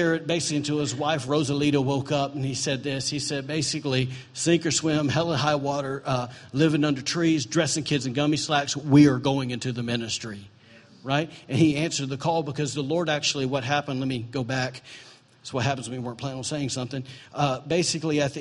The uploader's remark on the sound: was recorded on September 24, 2017, during Sunday morning service at Celebration Life Family Church.